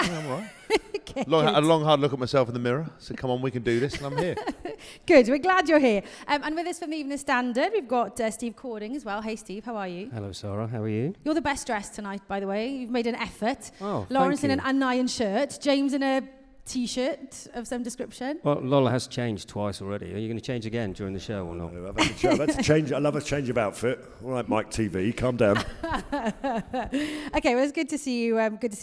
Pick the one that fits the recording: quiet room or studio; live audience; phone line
live audience